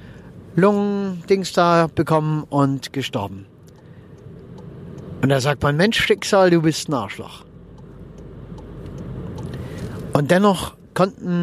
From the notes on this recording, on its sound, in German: wenn ich mit meinem Aufnahmegerät am Straßenrand im Auto sitze, wenn ich während der Autofahrt aufnehme oder sonstwie, dann ist die Aufnahmequalität etwas gemindert.